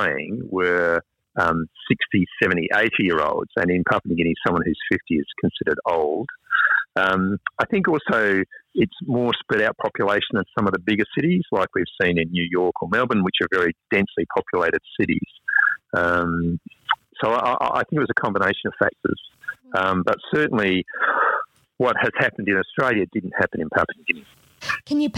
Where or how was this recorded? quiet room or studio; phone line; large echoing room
phone line